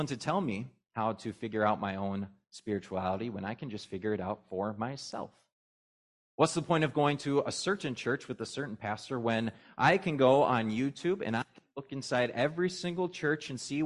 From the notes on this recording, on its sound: was preached at Grace of God Lutheran on Trinity Sunday, June 4, 2023